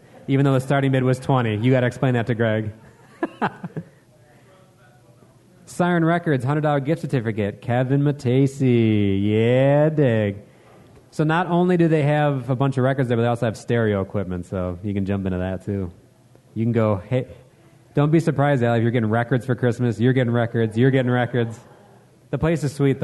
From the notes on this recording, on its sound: So, what better format than a live episode? This was recorded live at Epic Deli and the event raised over $500 for The Oasis in Grayslake!